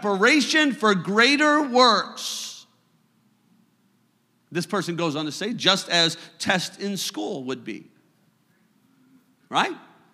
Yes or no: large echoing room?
yes